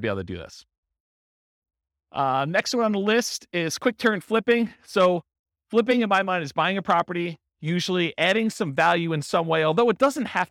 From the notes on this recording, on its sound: This was a live class recorded to give investors a solid qualitative overview of all the different real estate investing strategies. Cape Coral, Florida.